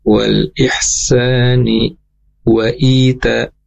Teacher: Kemudian berikutnya tadi wal ihsani, nah di sana wal ihsani wa it ya, ni di sana tidak ada tanwin, tadi terdengar sedikit nyambung ya, wal ihsani wa it. Berarti kan di sana wawunya sama nun dia terpisah ya